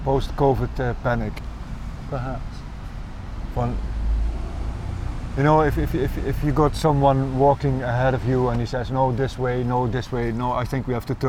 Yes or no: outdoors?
yes